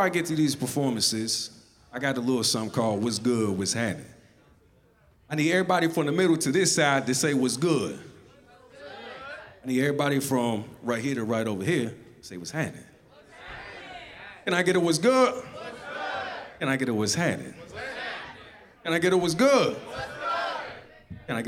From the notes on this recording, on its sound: Live performance recorded at Square Cat Vinyl during Chreece 5 in August of 2019. Live performance recorded at Square Cat Vinyl during Chreece 5 in August of 2019.